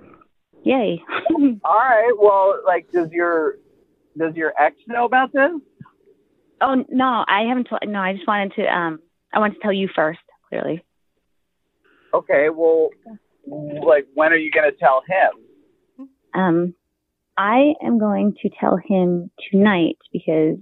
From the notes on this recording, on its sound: we set her up with an Awkward Tuesday Phone Call!